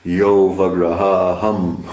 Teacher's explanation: There's really the word see is avagraha, but because of Sanskrit rules, the A is not pronounced. It's you do it like one word, yo vagraha aham.